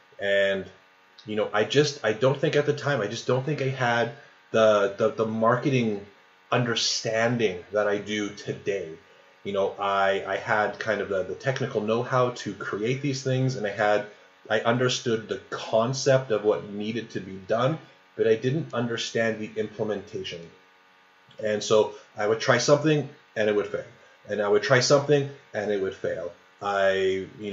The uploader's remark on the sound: Sorry for the awful sound in this episode!